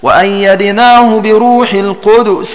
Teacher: قرأ ابن كثير اللفظ القدسي حيث وقع في القرآن العظيم بإسكان الدال هكذا وأيدناه بروح القدس أفكلما.